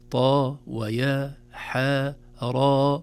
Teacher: عند نطقها في أوائل السور تحذف الهمزة يصبح حرف ثنائي مد فقط